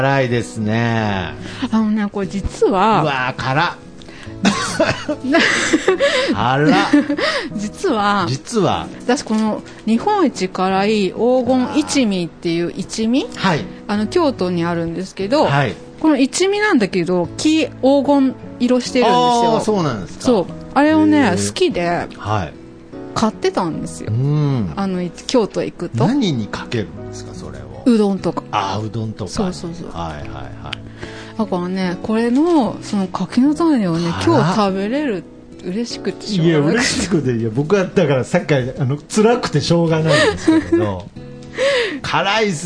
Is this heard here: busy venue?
no